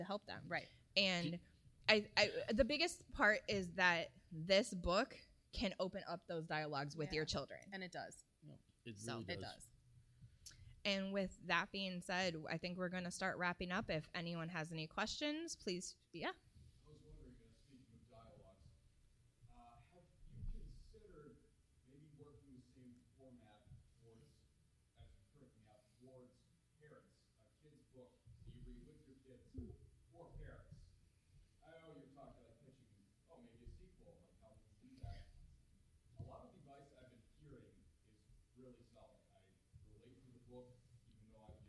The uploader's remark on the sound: on stage at FanExpo Chicago 2022